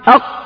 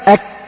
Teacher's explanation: فتجد القاف من فوق والكاف يعني تحت منه أسفل، متجهة إلى أسفل قليلا يعني خارج البرة شوية.